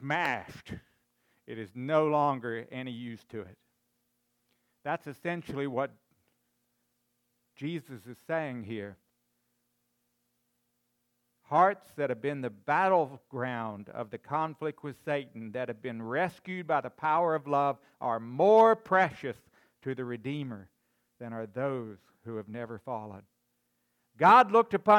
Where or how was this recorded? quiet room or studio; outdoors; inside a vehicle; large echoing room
large echoing room